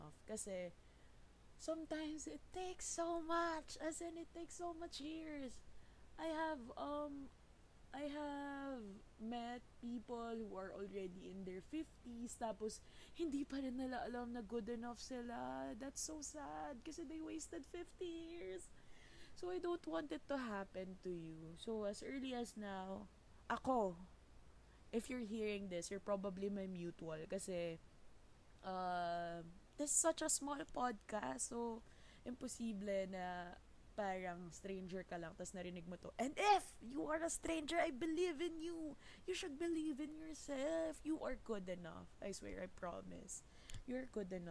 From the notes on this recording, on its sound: I realized that the audio was weak when I was already done editing so there is no going back now.